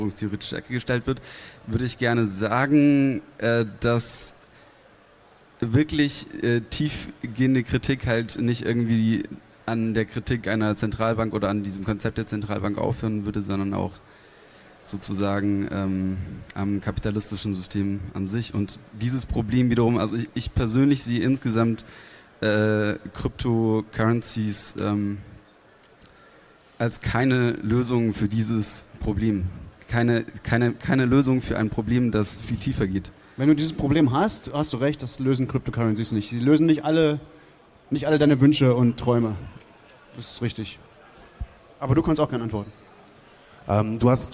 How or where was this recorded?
live audience